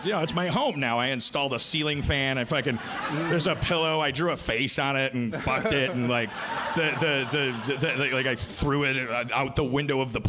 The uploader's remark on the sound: LIVE From Magic City Comic Con